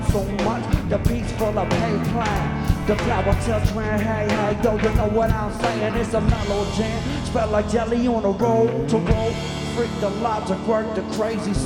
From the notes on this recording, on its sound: Live at Nashville Sunday Night. By Lightning100.